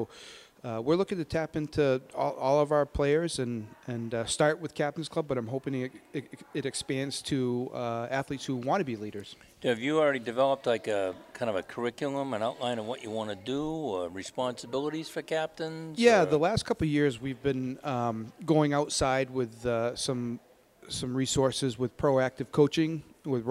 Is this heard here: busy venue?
yes